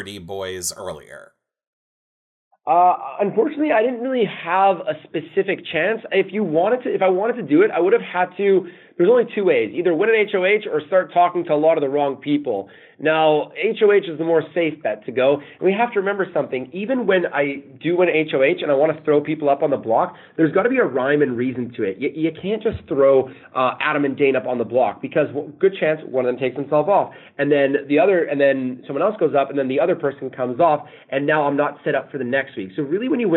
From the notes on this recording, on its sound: Phone Interview.